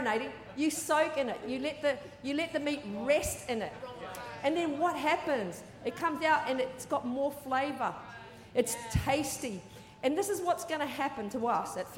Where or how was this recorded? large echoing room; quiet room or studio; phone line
large echoing room